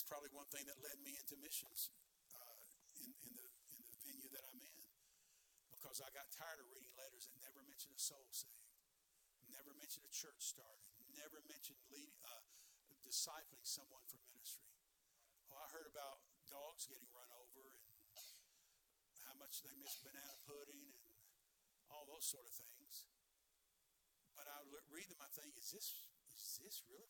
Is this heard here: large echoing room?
yes